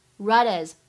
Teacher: right as 这两个单词出现在一起，首先呢可以做连读，其次呢清辅音 t 可以不送气